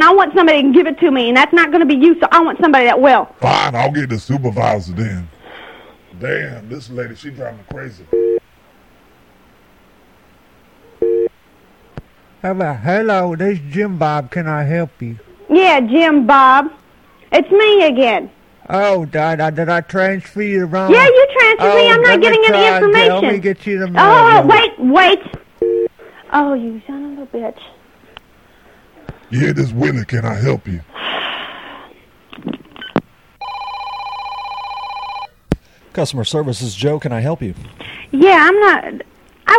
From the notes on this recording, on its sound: Prank Phone Calls